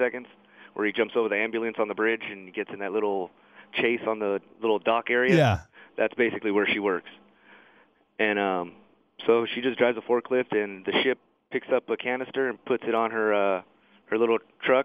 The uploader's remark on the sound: called in to the Ben and Skin show